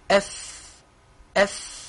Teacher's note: حرف الفاء صار الآن لا يضبط مخرجه. الفاء تخرج من باطن الشفة السفلى، الباطن وليس الظاهر. هذا الذي يظهر من الشفة هو الظاهر، الباطن هو الجزء اللحمي من الداخل، ويجب أن يصطدم أو يحتك مع أطراف الثنايا العليا أف أف نعم.